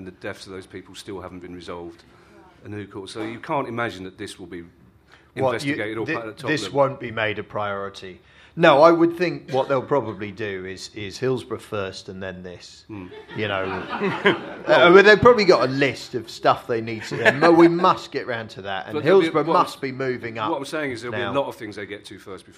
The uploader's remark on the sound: all recorded in the storm-proof basement of Soho Theatre